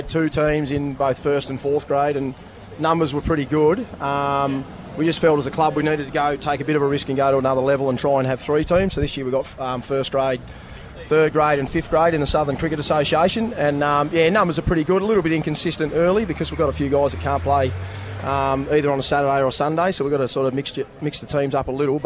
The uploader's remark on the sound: live at Banjo's Rosny